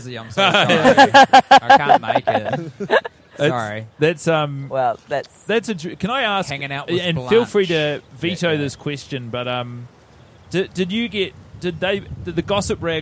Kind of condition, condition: setting, outdoors